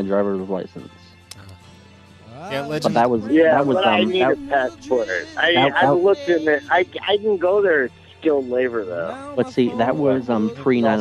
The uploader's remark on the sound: RBCP's Personal Prank Phone Calls Collection